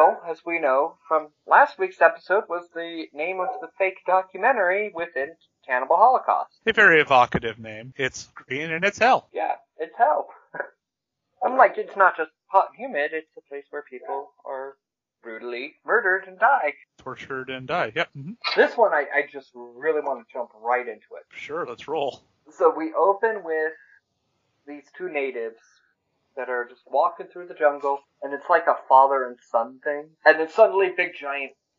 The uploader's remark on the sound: Again, sorry about the minor audio issues - those have been fixed going forward.